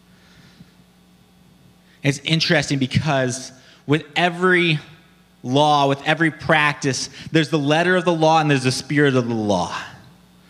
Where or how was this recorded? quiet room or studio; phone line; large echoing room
large echoing room